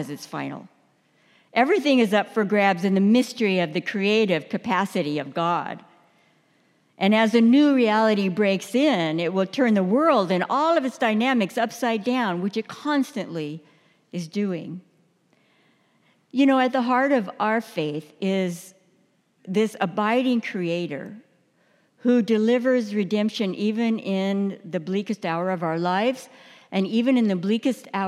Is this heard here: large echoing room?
yes